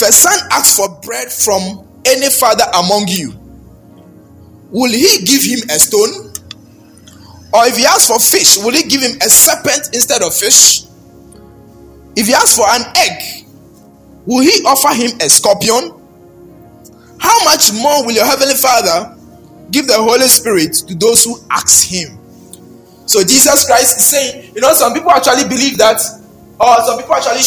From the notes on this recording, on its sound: Baptism of the Holy Spirit was preached at Perez Chapel Hohoe.